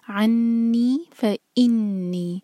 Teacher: دونوں نون شدہ پر غنہ، اور فَإِنِّي ای پر زور دے کر پڑھیں گے.